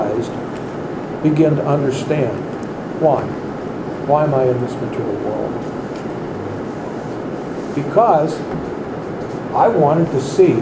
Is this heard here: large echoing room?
yes